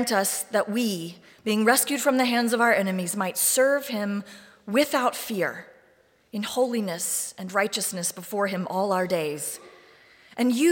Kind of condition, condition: setting, large echoing room